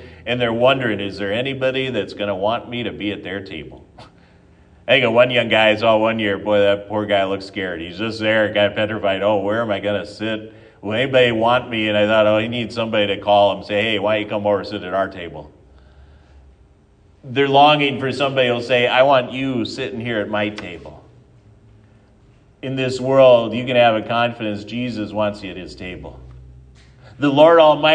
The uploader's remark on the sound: at Triumph Lutheran Church, Ferndale, Washington